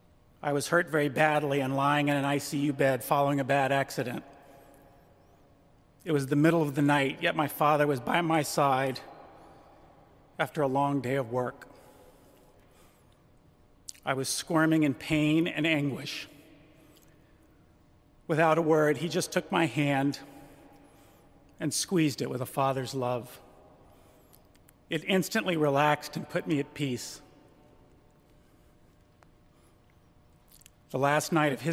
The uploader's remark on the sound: During a memorial service at Washington’s National Cathedral. During a memorial service at Washington’s National Cathedral.